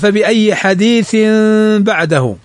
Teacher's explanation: تنوين بعده الباء، والباء حرف للإقلاب في التنوين فتقلب ميما